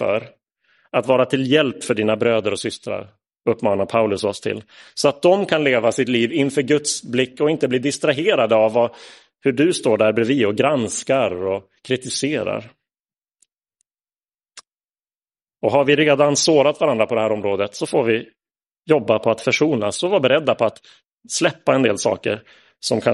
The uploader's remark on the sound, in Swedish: Inspelad i Roseniuskyrkan den 10 juli 2022.